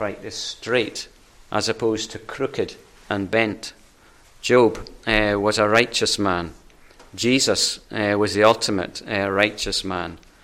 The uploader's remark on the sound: Recorded at North Harris Free Church on Sunday evening 9th January 2022.